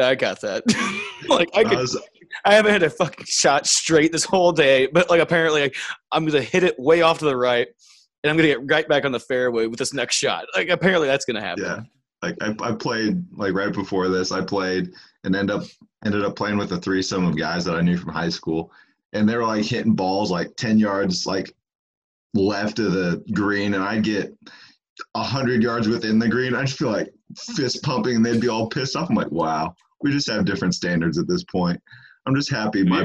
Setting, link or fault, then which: link, video call